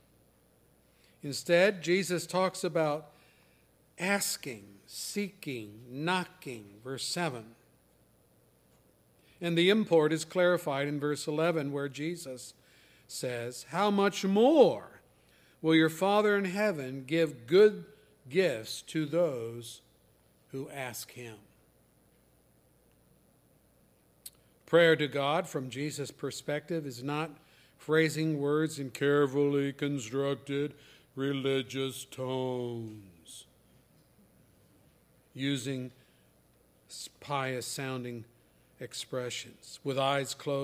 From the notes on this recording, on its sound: services recorded at Thornville Baptist Church